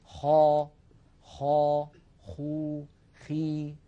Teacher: من أدنى الحلق كما ذكرنا حرف الخاء